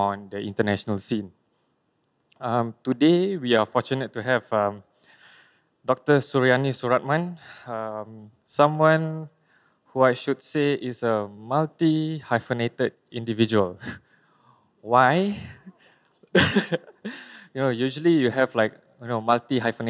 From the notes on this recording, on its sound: This conversation was recorded live in January 2017 at National Gallery Singapore